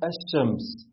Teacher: ما سمعناش اللام وحرف الشين نطقناه مشدد · Term: الإدغام